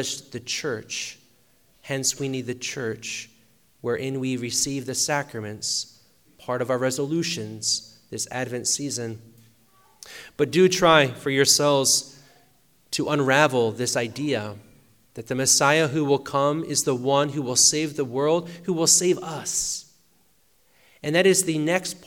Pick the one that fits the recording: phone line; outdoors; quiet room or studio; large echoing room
large echoing room